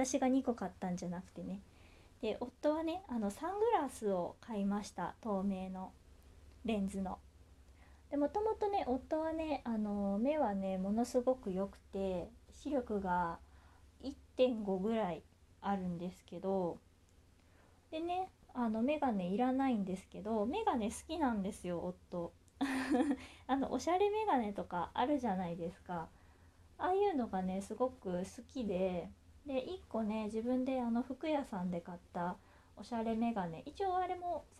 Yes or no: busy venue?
no